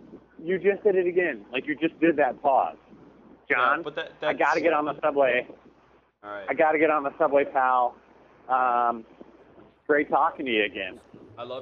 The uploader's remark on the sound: I'm walking home from work